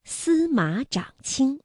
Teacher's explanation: 马读21，不读214了，长也读21 · Term: 变调